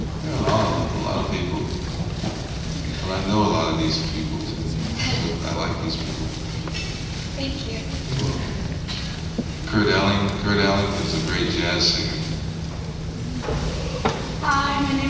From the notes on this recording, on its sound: a Q and A panel from last years Kansas City Comic Con